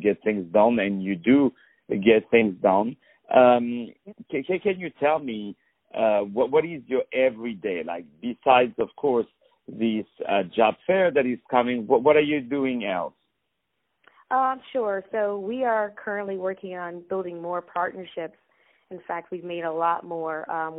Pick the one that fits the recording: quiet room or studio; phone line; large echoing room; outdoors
phone line